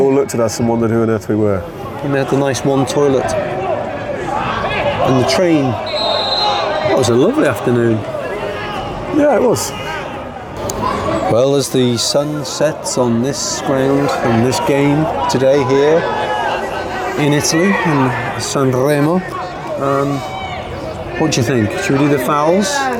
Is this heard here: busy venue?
yes